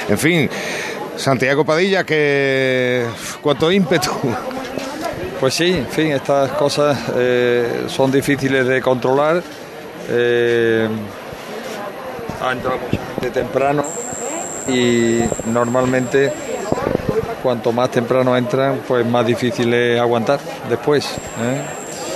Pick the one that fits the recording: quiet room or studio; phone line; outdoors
outdoors